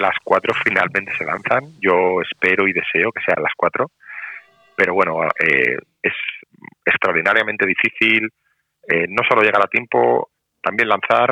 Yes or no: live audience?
no